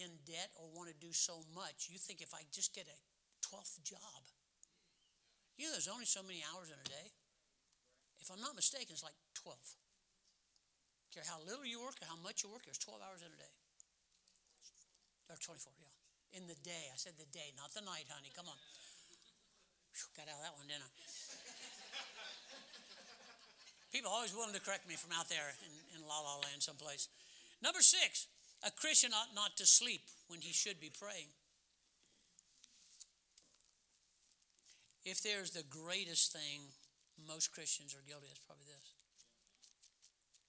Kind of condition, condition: setting, large echoing room